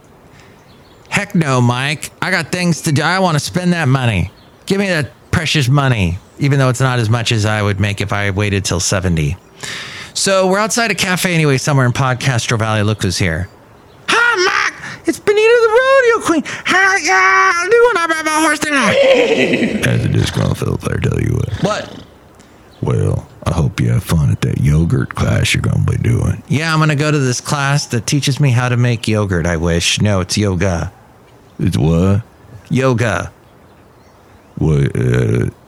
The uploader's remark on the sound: podcasts live from Café Anyway